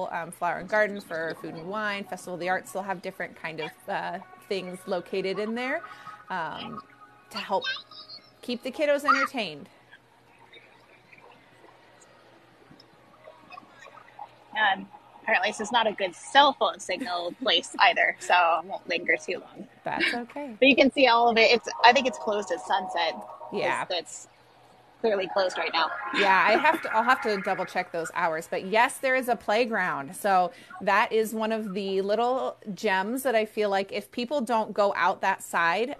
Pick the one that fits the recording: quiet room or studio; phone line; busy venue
busy venue